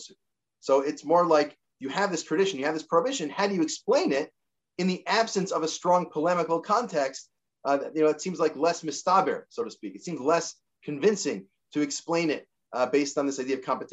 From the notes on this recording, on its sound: This audio was captured from Zoom on 03/13/2022 as part of Drisha's Spring Zman.